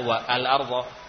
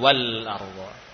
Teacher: Tidak kita baca wa al arda, namun langsung ke lam wal arda. · Shown in: second take